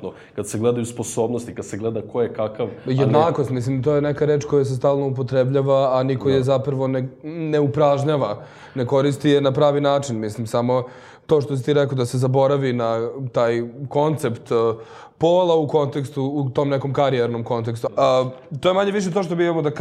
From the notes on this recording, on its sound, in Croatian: Ova epizoda je izvedena uživo u galeriji YIHR u okviru HFestivala.